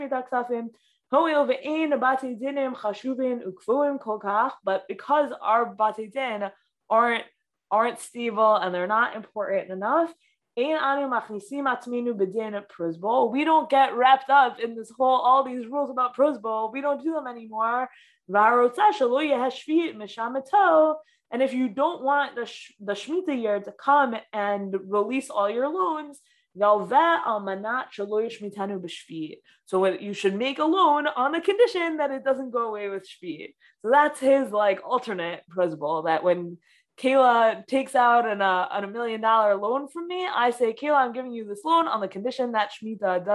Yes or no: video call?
yes